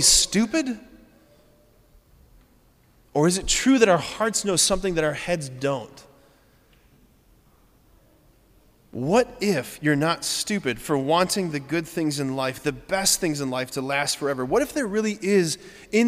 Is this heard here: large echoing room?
yes